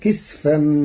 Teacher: فأسقط علينا كسفا. قرأ ورش كلمة كسفا بإسكان السين فتصير فأسقط علينا كسفا من السماء، على أنه اسم جمع كسفة كسدرة وسدر.